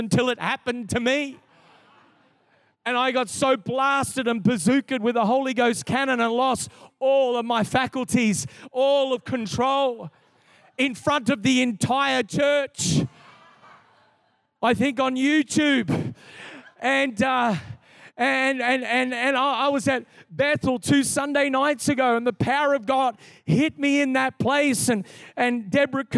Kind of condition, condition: setting, live audience